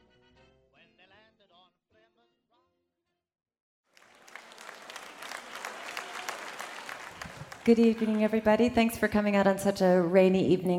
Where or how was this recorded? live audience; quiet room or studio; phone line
live audience